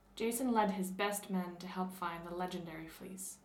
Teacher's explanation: the T's being fully articulated as a palatal connection rather than that more dentalized American T